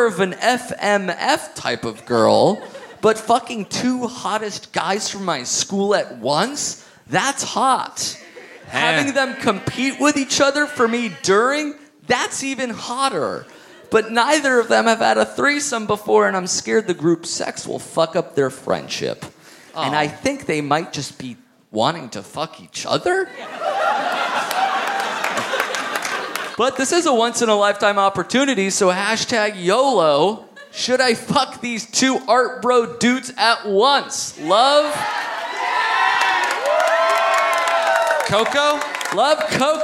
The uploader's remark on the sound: Live at the Gramercy Theatre in NYC!